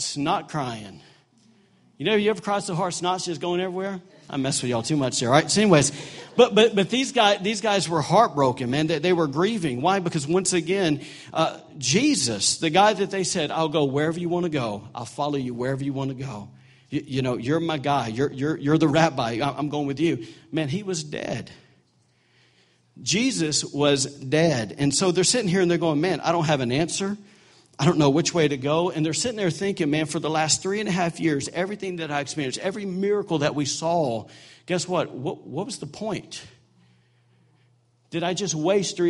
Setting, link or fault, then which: setting, large echoing room